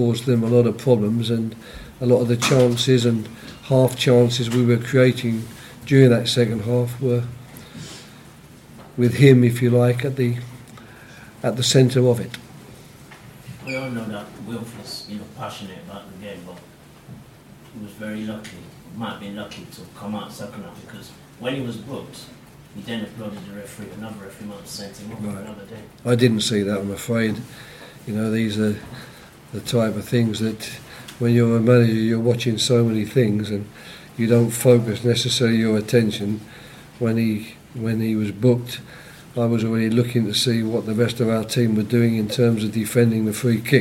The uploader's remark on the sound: post-match press conference at Selhurst Park